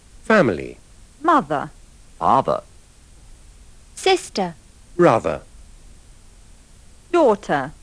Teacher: Come ricorderete, la R finale non si sente.